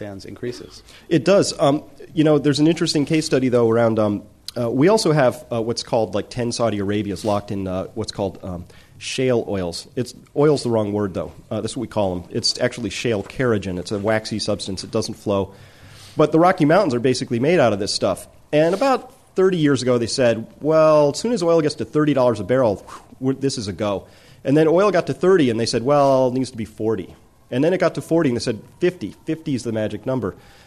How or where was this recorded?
live audience